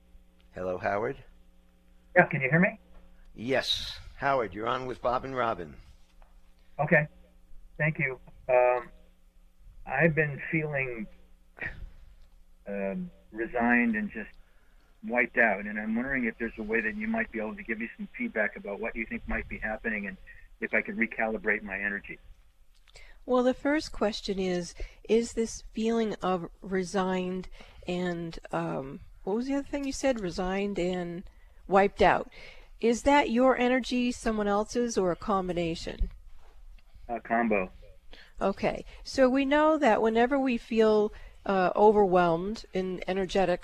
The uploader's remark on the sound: An Open Call-In Show Day